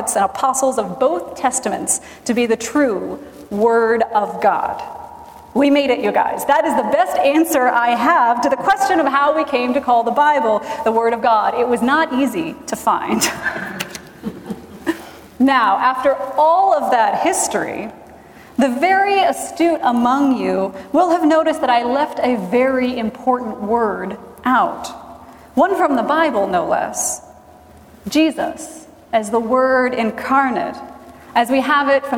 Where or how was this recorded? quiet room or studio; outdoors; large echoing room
large echoing room